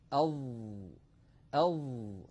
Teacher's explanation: على اليمين تمثيل لنطقنا لحرف الظاء، أظ أظ. لاحظوا أن الصوت محصور بين طرف اللسان والأسنان العليا وبين مؤخرة اللسان، وقد تصعد أقصى اللسان إلى الأعلى وانحصر الصوت في هذه المنطقة. · Term: الحرف المطبق